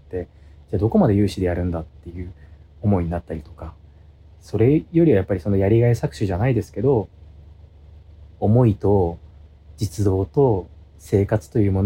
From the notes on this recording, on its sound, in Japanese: 無菌室なので空気清浄機のノイズや音量バランス等お聞き苦しいかもしれませんがあしからず。